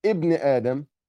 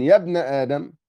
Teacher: يعني مثلا ابن آدم، هنا لما ابتدأت بكلمة ابن ظهرت الهمزة، لكن يا ابن آدم هنا في درج الكلام لا تظهر · Term: همزة الوصل